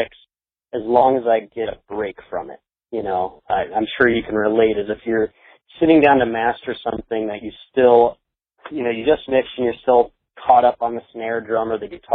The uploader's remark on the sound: Phone Interview